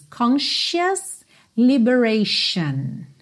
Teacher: The conscious liberation of the female state. Atenção a esse som sh, sh, que a gente tem aí em duas palavras seguidas